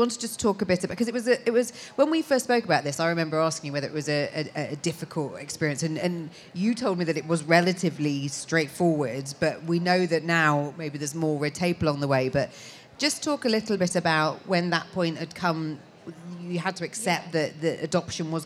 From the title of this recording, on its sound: The Fertility Show Special from the Let's Talk Stage